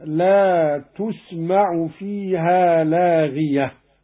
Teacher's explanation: قرأ قالون بضم التاء: لا تسمع، لاغية بالرفع هكذا: لا تسمع فيها لاغية.